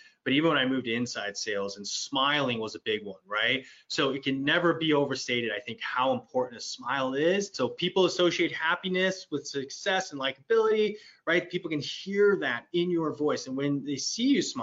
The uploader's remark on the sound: we're bringing you the audio from a previous webinar